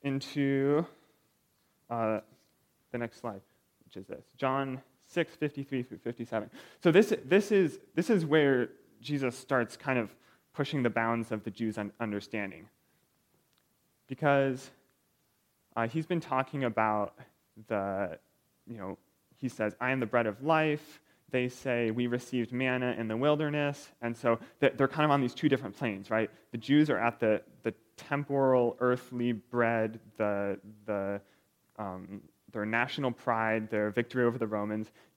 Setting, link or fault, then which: setting, large echoing room